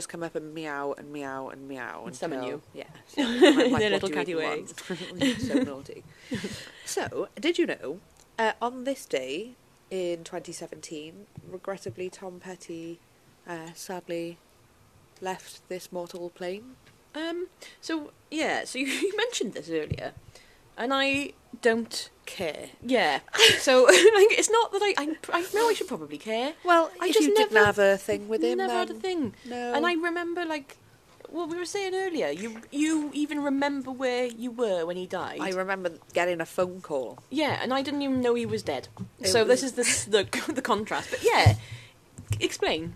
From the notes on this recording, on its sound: This week we are coming at you from ‘The Bistro Set’ with some top tier sound effects! Grunting and heavy breathing throughout like a creepy caller. My dribbling self who is exuding snot from every orifice at a rate of knots.